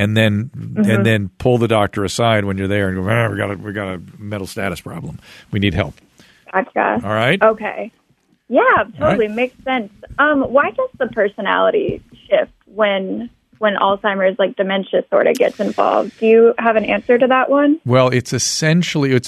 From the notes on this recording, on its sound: Listener Phone Calls. Goes to the phones and answers listener calls!